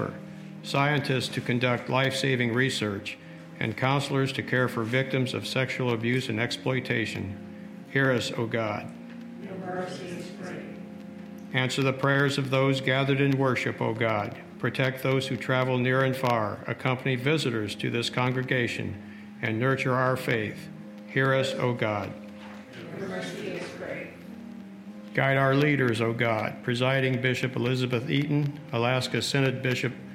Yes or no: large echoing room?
yes